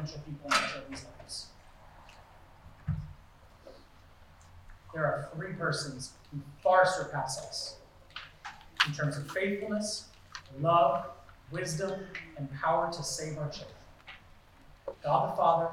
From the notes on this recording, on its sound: Due to electrical issues and power interruptions last Sunday, the audio quality is degraded.